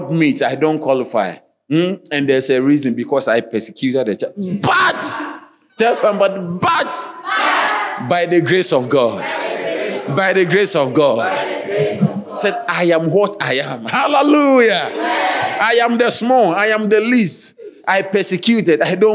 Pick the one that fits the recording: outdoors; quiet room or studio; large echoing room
large echoing room